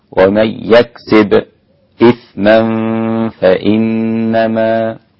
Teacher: خلف له السكت على الساكن قبل الهمز وعدمه، يعني خلف سيقرأ هكذا: ومن يكسب إثما فإنما، وله وجه آخر عدم السكت: ومن يكسب إثما فإنما.